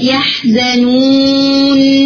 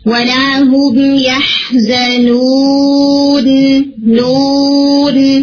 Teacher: یعنی نون واؤ کو آپ نے ناک سے نہیں بولا بلکہ واؤ کے لیے اسپیس کریٹ کریں، اپنے منہ اور حلق میں خلا رکھیں · Shown in: second take · ولا هم يحزنون نون، یہ بالکل وہ اسپیس سے آئی